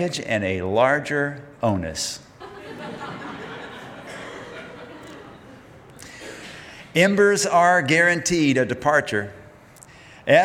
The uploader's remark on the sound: Live at the Reeves